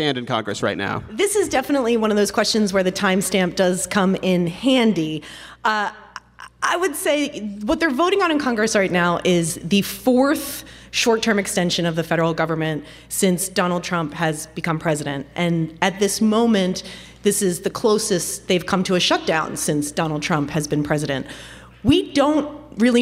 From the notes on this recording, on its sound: In front of a live audience at the Warner Theatre in Washington, D.C.